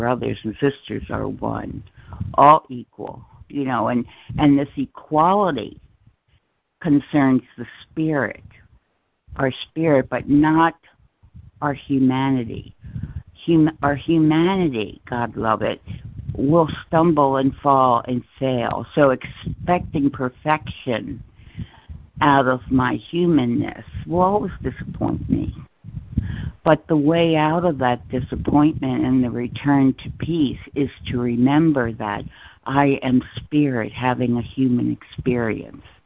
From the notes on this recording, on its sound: ACIM Daily Conference Call.